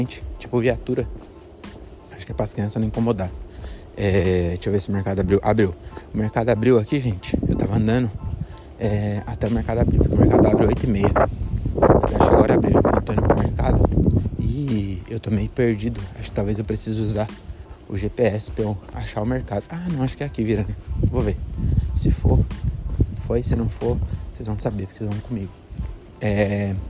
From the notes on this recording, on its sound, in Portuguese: Episódio gravado nas ruas de Belém